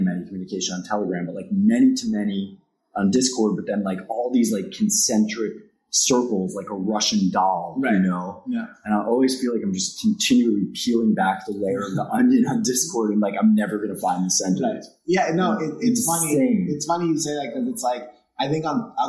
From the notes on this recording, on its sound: This was my first in-person recording in nearly 1.5 years. I forgot a bit of the best practices I had learned from previous episodes, so the sound quality is not the best.